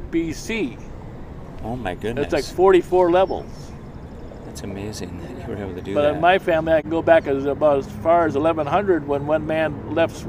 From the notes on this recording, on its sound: talk while driving around downtown